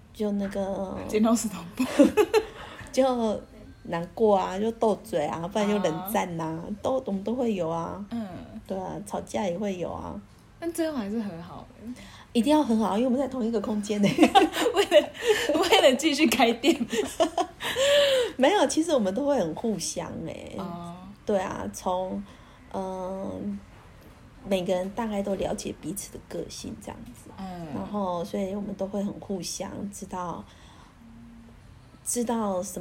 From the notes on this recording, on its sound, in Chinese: 本集因錄音場地限制，背景音較大，請見諒。